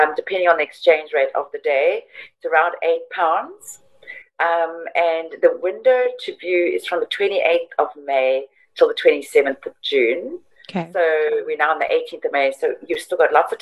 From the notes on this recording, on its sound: I got on a Zoom